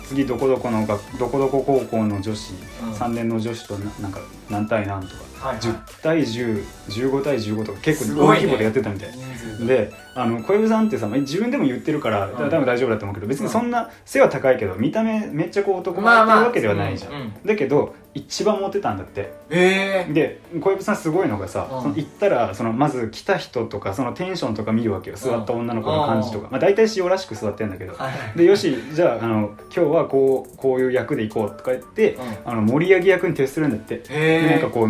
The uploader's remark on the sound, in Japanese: 収録環境が悪く、少々空気音が聞こえますがご了承ください。